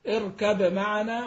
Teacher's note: وإذا أدغم أدغم في الميم، وكان هناك غنة كاملة